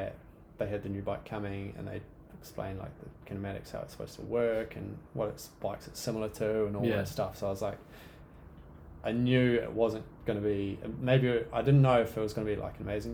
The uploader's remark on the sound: We're currently just on the laptop record setup so, if you're picky about high quality this most likely isn't for you.